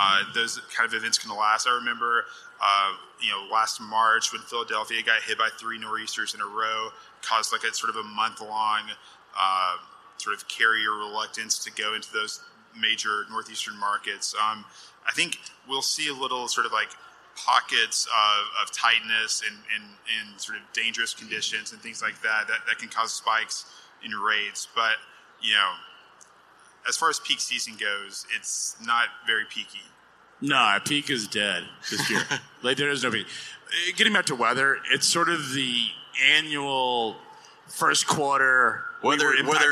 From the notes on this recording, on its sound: Live from the floor of FreightWaves LIVE Chicago